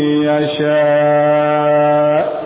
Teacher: Ini apabila mad setelahnya adalah hamzah. Jika kita waqaf di huruf hamzah, maka harus ada nabar, hendakan suara.